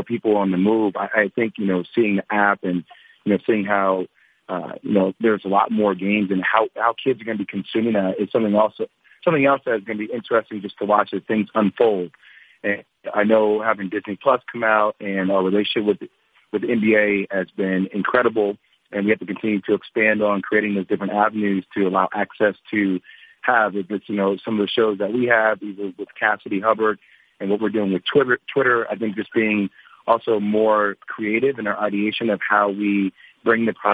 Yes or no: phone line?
yes